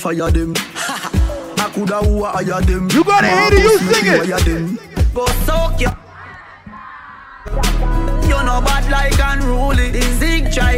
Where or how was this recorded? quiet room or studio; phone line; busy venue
busy venue